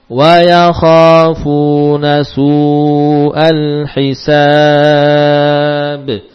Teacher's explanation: Wa ya, panjang sa ya bisa bertambah, bisa sampai 6 harokat. Ya, sekarang kita praktekkan sin dipanjangkan 6 harokat · Term: mad arid lisukun